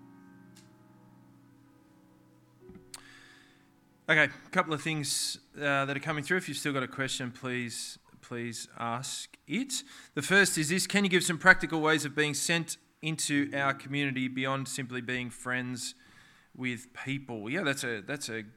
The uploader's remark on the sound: This sermon was preached on the 24th of September 2023 at all services of Helensburgh and Stanwell Park Anglican Church.